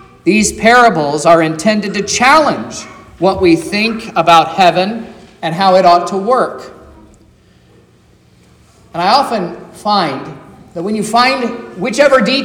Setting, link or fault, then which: setting, large echoing room